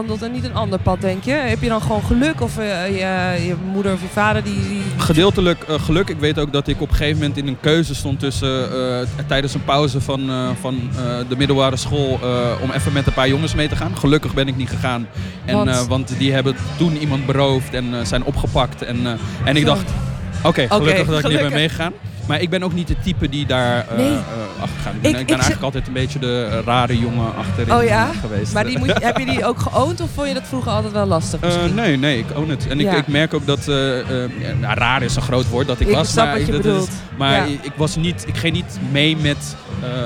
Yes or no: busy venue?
yes